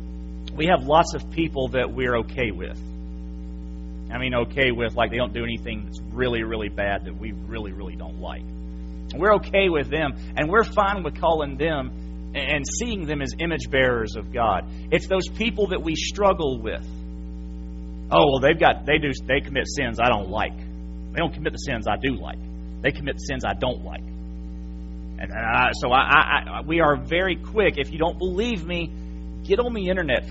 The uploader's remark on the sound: January 8, 2017 PM Service. FBC Sulphur, LA.